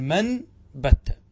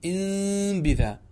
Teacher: لما كان النطق بالنون الساكنة قبل الباء عسيرا وجب قلب النون ميما · Term: الإقلاب